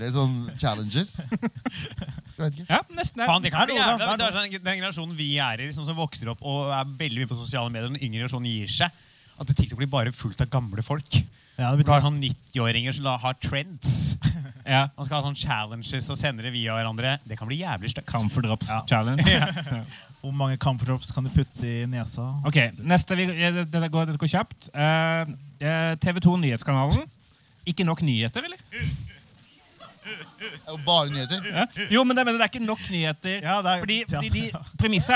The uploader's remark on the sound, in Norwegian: Skrivemøte live i oslo spektrum. I dagens episode er en spesial episode fra siste liveshow vi hadde i november.